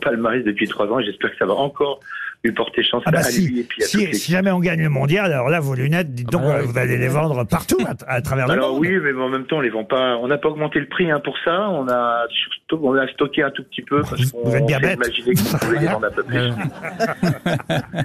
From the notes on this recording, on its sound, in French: les Grosses Têtes ont eu au téléphone